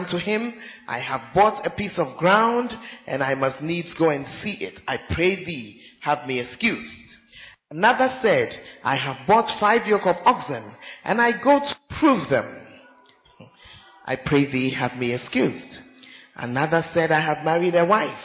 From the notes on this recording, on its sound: Preached At Central Assemblies Of God, Ho